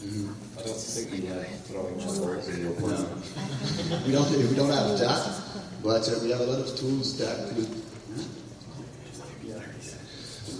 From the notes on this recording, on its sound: A panel hosted by Thief Game Director. Hosted at San Diego Comic Con 2013.